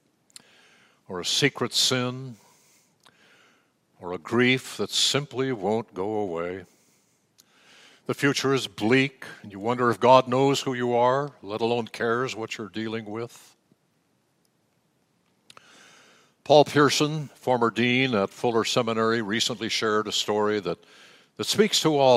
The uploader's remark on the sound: Message delivered during the Traditional Worship. San Marino Community Church.